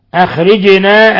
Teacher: الجيم ساكنة تقلقل لأنها من حروف قطب جد